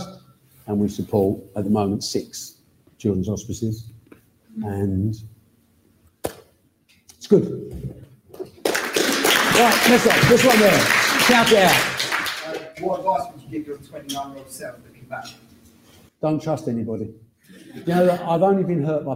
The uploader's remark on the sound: this live Q&A episode